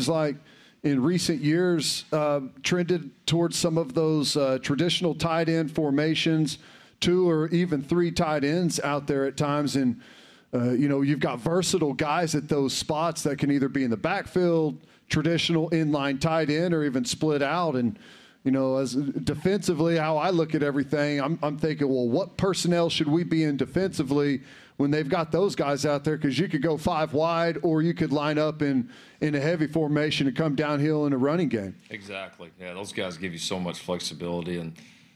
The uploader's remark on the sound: LIVE form Rudy's Country Store and BBQ.